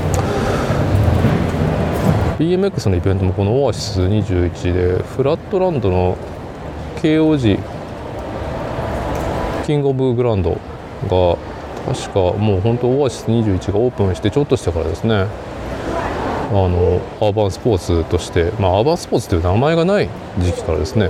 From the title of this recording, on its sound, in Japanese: 屋外収録「マイナビ JapanCup 名古屋大会 - BMXフリースタイルの現場にて」